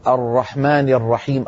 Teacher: الراء الفصيحة لا تكرر يا أخي